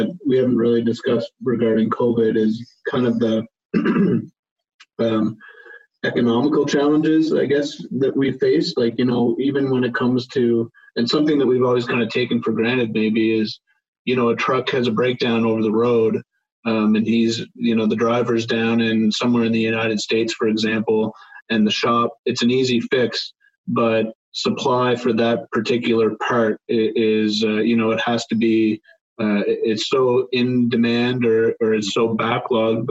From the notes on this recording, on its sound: Via Zoom for a conversation.